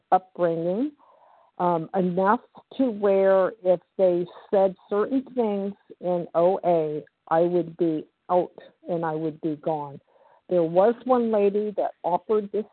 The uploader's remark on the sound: 100 Pounders Phone Meeting.